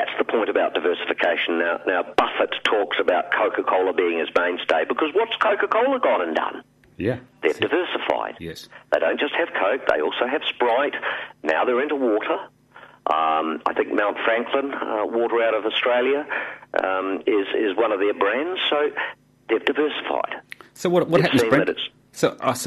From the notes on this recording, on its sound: calls